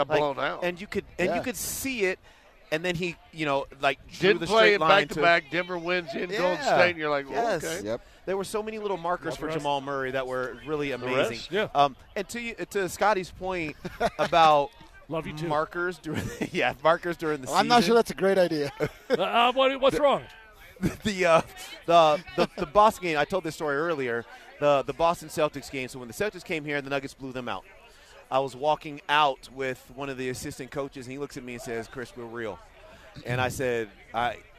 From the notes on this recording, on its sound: live from Civic Center park covering the rally and the post-parade pandemonium